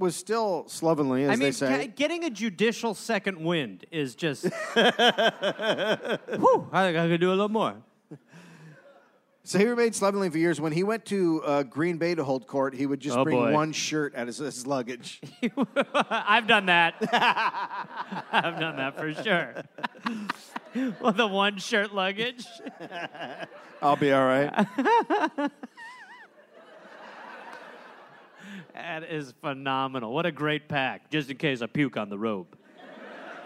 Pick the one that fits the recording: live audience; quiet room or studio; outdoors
live audience